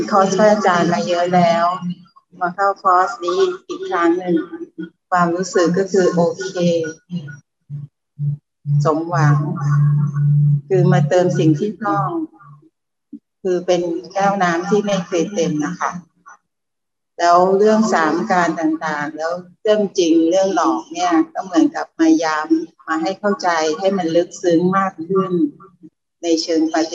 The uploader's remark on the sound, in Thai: คอร์สออนไลน์ (ผ่านโปรแกรม Zoom)